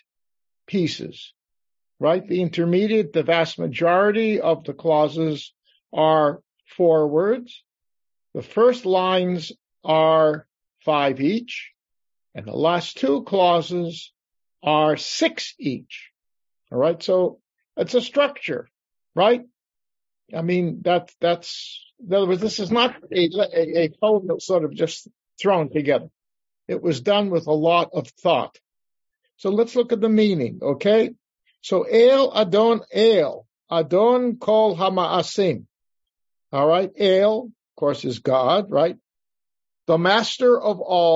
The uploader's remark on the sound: This class was conducted via Zoom on August 15 2023.